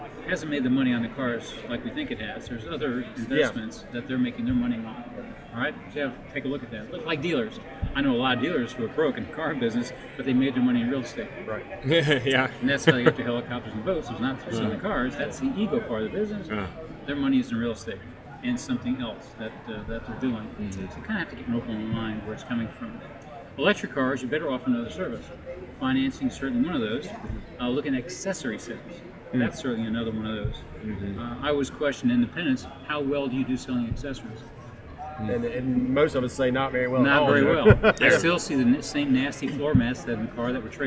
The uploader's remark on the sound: Live from NIADA 2021